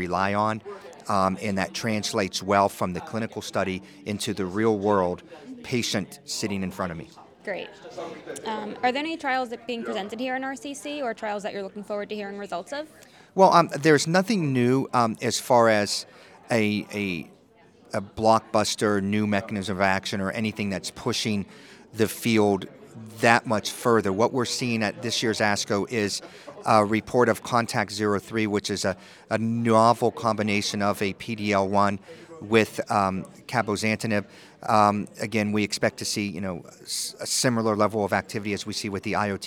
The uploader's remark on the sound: live interview recorded by Oncology Data Advisor at the 2023 American Society of Clinical Oncology (ASCO) Annual Meeting